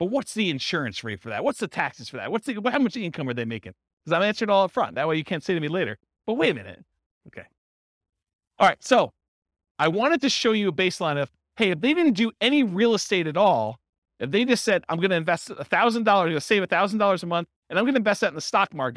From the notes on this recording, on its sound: This was a live class recorded